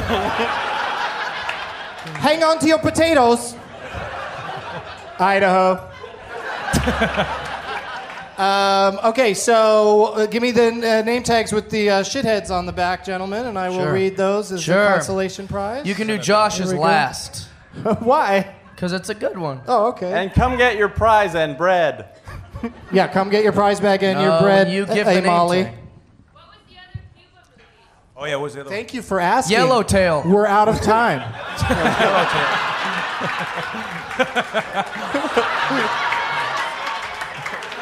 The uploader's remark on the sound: From Parlor Live in Bellevue WA